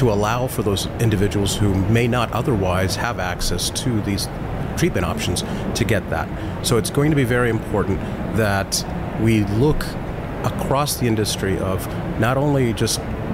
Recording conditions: busy venue